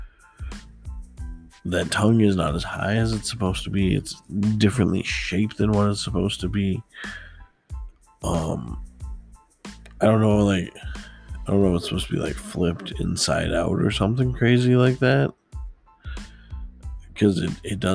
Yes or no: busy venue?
no